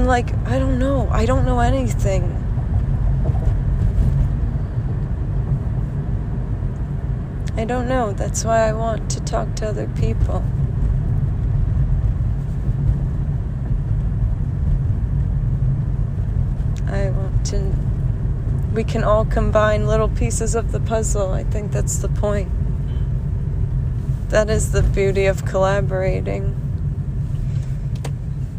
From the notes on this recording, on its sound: This was a quick ramble in the car